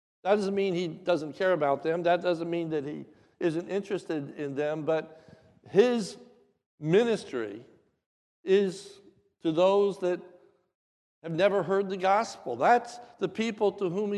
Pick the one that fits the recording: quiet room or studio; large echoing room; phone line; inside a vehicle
large echoing room